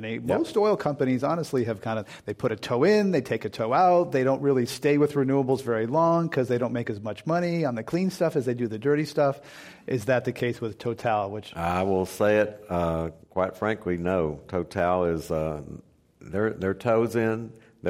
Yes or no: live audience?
yes